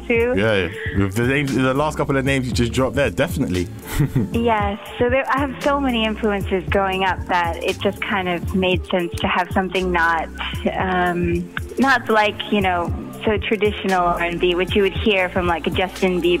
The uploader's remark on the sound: over the phone